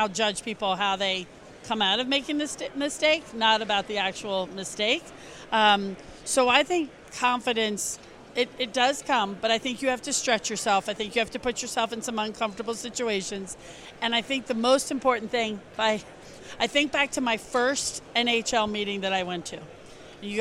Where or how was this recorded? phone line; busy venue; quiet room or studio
busy venue